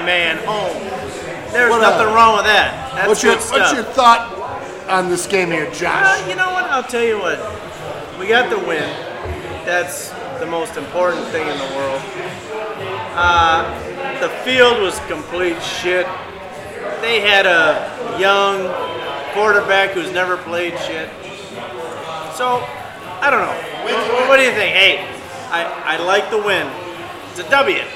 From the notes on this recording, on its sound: A portion was recorded live after the game from the Cmon Inn in Grayslake IL.